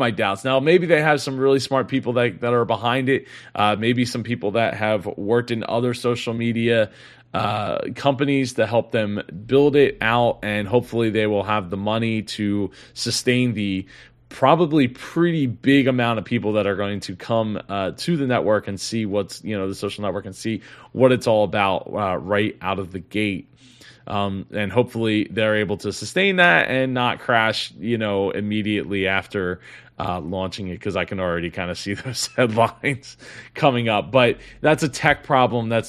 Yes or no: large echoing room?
no